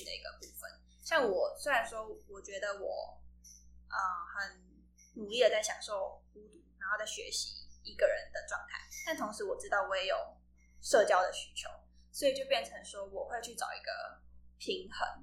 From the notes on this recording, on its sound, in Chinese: 這一集的音質比較不好，再麻煩你拿下耳機收聽會更合適